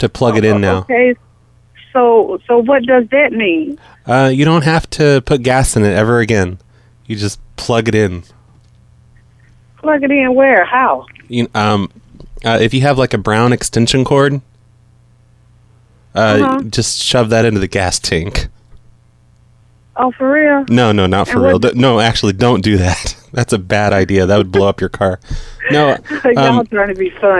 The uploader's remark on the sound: Prank Phone Calls Collection